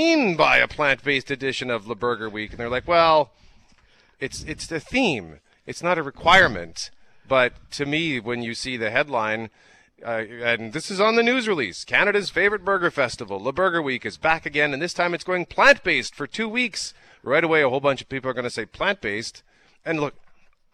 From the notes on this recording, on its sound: LIVE from the Centreport Canada Rail Park Manitoba Open at Southwood Golf & Country Club!